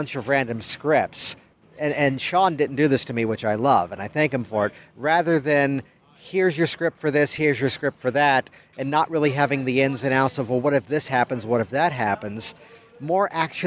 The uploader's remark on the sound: Recorded by the pool of the Hyatt Hotel in San Diego, California. Digital Marketer Traffic & Conversion Summit 2016 Event in San Diego, California.